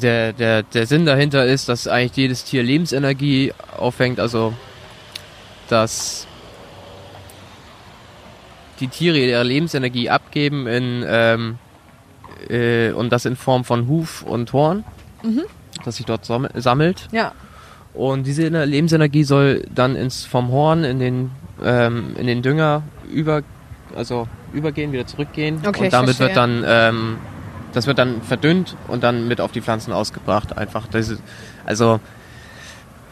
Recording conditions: busy venue